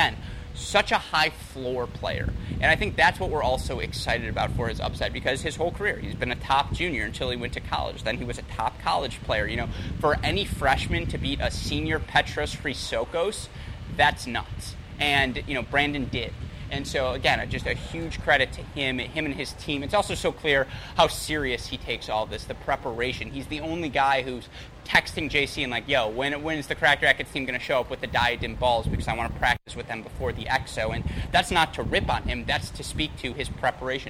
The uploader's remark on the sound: Live from the Altec Styslinger Tennis Exhibition in Miami